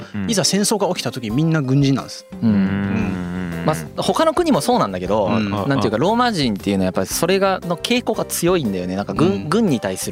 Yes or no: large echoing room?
no